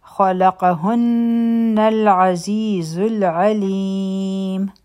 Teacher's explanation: قاف غټ حرف دی او نون مشدد دی غنه به کو او بیا به نون د لام سره یو ځای شي